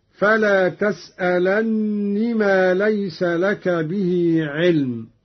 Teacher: قرأ قالون بتشديد النون هكذا: فلا تسألني ما ليس لك به علم، على أنها نون التوكيد الخفيفة أدغمت في نون الوقاية.